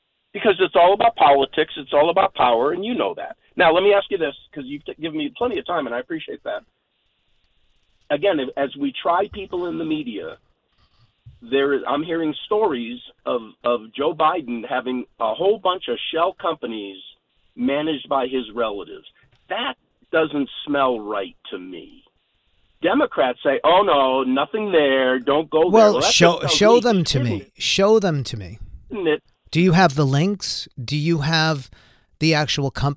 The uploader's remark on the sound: called into my SiriusXM program